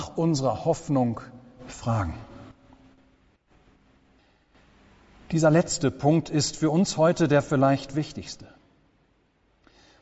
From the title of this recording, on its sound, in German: Gottesdienst